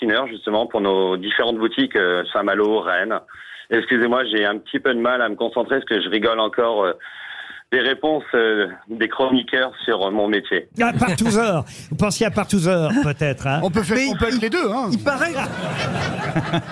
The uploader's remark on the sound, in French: Les Grosses Têtes ont eu au téléphone le meilleur fromager du monde.